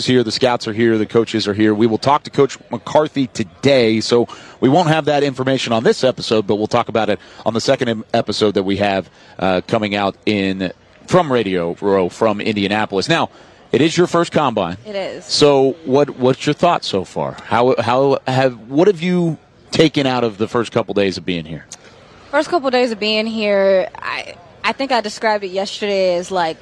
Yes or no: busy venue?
yes